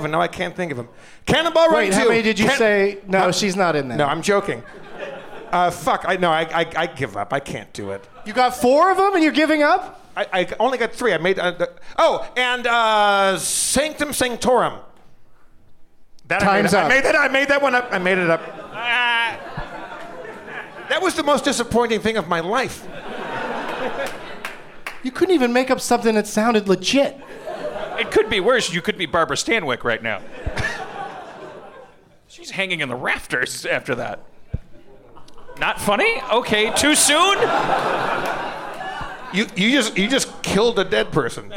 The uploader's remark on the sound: Live from San Francisco Sketchfest.